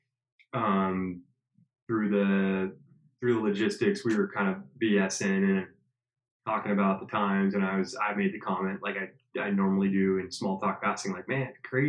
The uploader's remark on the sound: Audio issue so headphone users use caution. My apologies for the audio sounding off, won't happen again.